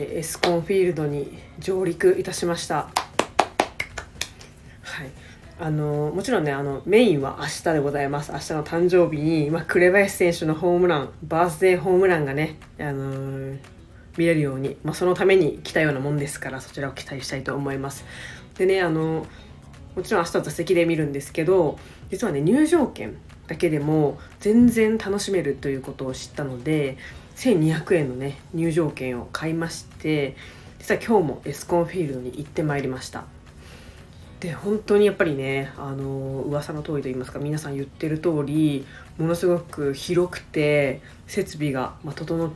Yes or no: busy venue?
no